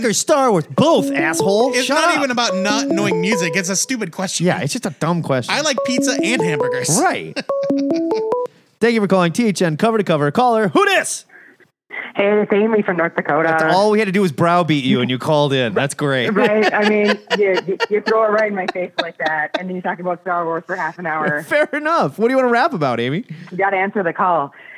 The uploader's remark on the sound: We open up the phone lines.